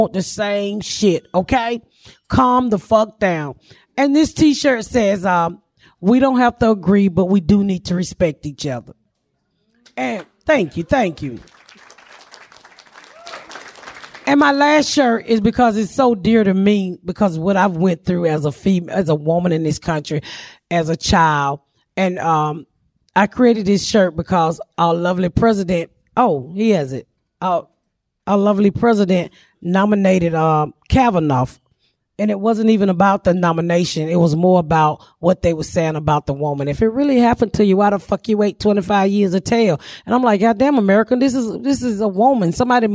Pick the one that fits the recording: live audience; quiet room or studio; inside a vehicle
live audience